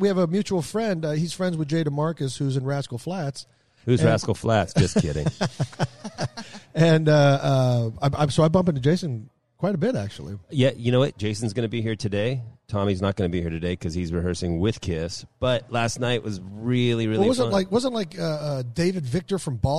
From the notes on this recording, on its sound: live from North Hills Country Club in Westlake Village, California.